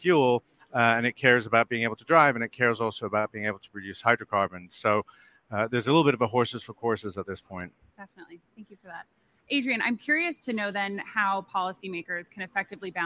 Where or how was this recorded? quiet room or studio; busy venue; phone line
busy venue